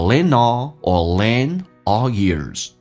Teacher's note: All ears 指的是洗耳恭听， I'm all ears 经常表示我正在认真听，我在洗耳恭听。来体验一下 You have to lend, lend 的 D 可以不发音，叫 lend,因为你说 lend all 很难听，如果一定要连音的话，一般是 lend 用 N 跟 all 形成的连音，叫 lend all, N 跟 D 在一起，N 跟 T 在一起，都是去掉 D,去掉 D,在口语化当中来进行连音的，叫 lend all or lend all ears.